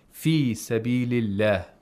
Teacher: Whenever there is a kasra before the name of Allah, the lam is pronounced with tarqiq.